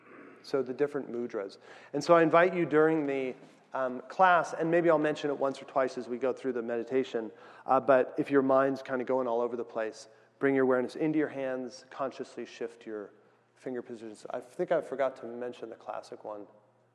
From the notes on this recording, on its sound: weekly Tuesday night meditation class held in San Diego California